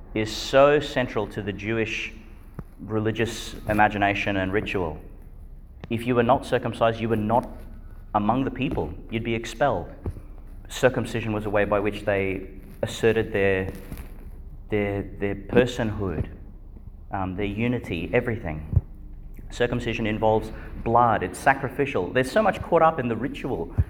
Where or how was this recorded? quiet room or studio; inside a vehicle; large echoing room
large echoing room